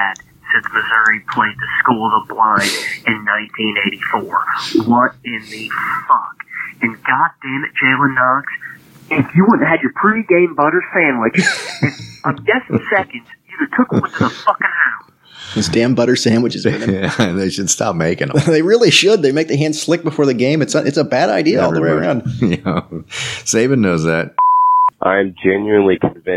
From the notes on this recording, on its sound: take your phone calls from the Game 6 Honky Tonk Listener Line